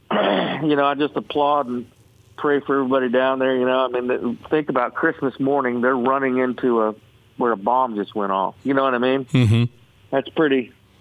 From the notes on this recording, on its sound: Called into the show this morning.